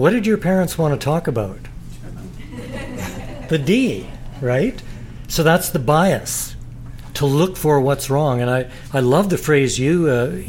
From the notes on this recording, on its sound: Taped in front of a live audience at their recent book review and signing.